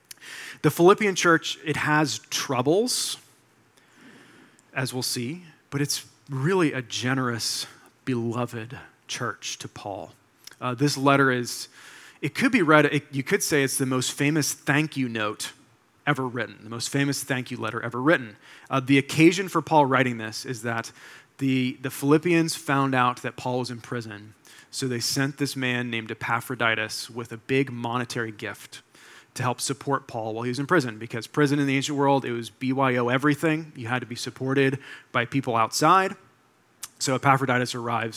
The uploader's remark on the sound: delivered this sermon for Liberti River Wards’ September 3, 2023, Sunday worship service